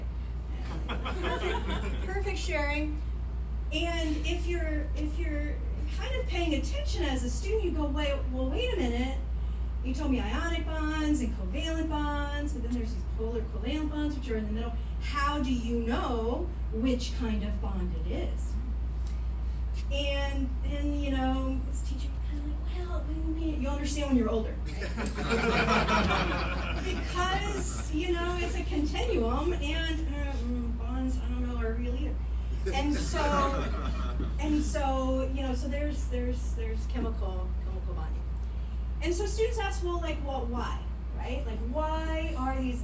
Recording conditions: live audience